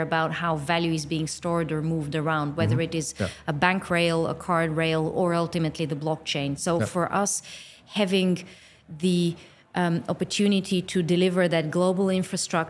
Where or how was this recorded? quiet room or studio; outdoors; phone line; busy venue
busy venue